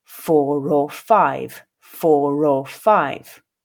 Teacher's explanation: if I link it with or, you'll hear that R coming through